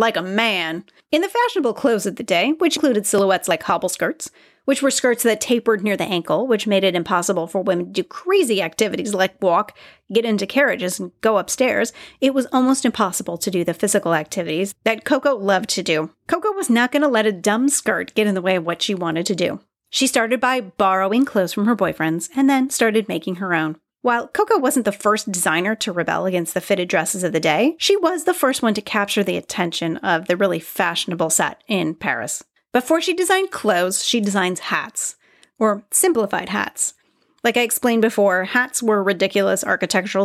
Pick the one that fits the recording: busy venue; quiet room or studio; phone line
quiet room or studio